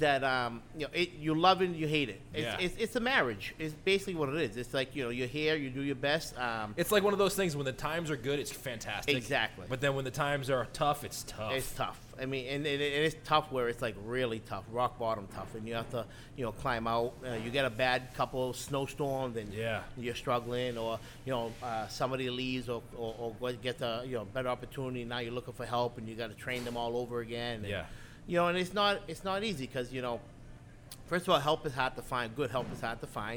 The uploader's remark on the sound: Live From Wood & Fire